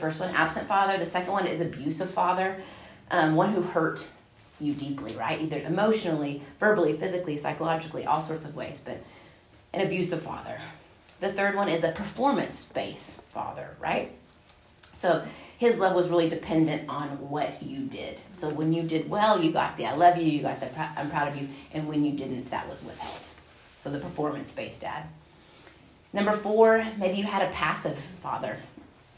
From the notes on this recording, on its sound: Recorded at Union Church.